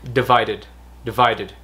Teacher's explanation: cái vai là cái nhấn còn đợt thì là nó nhanh thôi